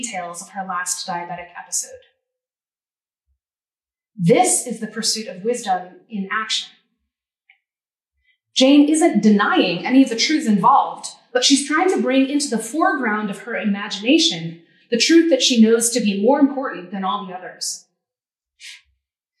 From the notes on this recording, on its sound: This lecture was given on April 26, 2023 at the University of Arizona.